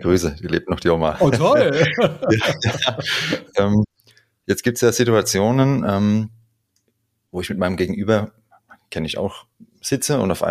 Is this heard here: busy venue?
no